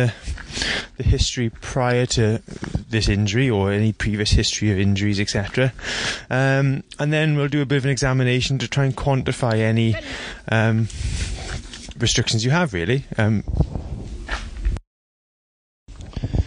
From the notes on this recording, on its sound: while walking through the Monmouthshire countryside